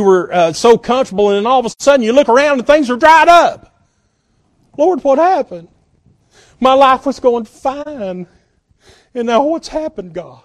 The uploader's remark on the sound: at Northside Baptist Church-in Knoxville, TN